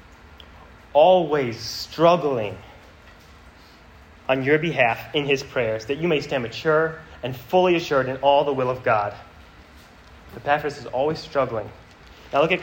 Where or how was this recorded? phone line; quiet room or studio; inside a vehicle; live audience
live audience